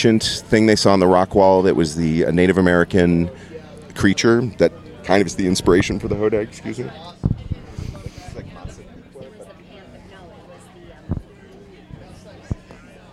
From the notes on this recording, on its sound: Coming to you from the Hodag Hermitage Festival in Rhinelander Wisconsin